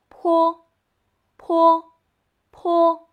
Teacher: 然后上下嘴唇突然放开，气流迸发出来，发“噗”的音